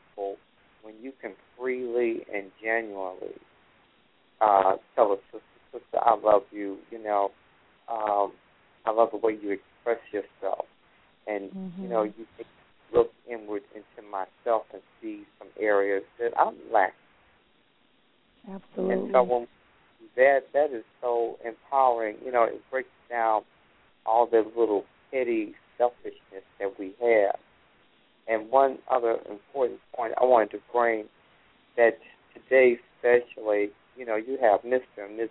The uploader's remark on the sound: callers may call in with questions